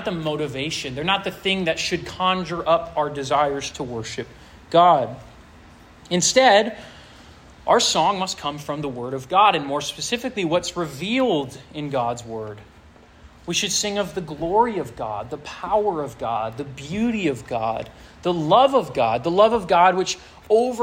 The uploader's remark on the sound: This sermon was preached to a Junior + Senior high school audience